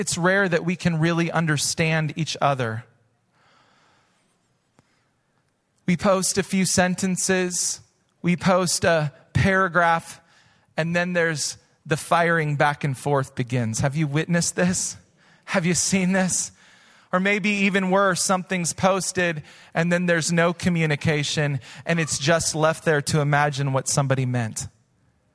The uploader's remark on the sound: Recorded live at Hope Church in Springfield, Mo.